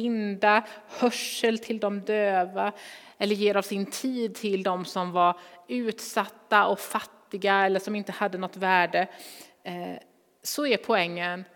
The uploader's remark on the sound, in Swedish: Inspelning från Immanuelskyrkan Skövde.